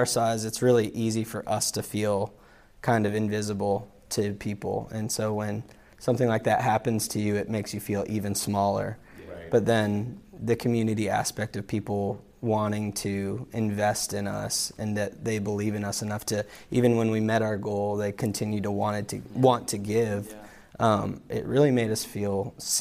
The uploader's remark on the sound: LIVE at SXSW 2023